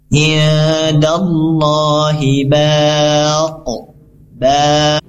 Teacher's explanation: Jika ingin berhenti atau waqaf, maka di sini dibaca dulu panjang, maktabinya tunaikan balq, langsung qafnya disukunkan, maka hukum bacanya yaitu qalqalah kubro